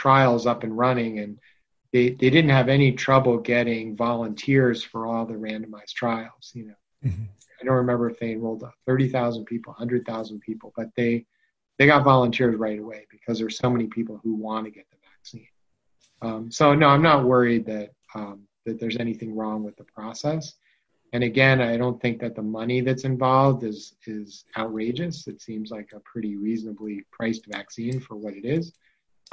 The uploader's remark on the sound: On the Zoom.